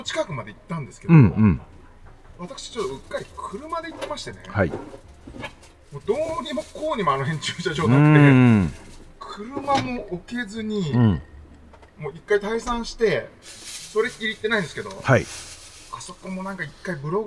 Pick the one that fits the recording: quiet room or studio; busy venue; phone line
busy venue